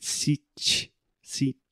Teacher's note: the very strong tendency that you cute Brazilians have to add a ch, ch to the end of everything · Term: supporting vowel